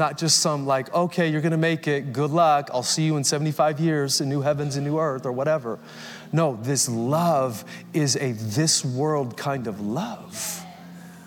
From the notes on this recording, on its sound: Recorded Live at Capital Church Meridian, Idaho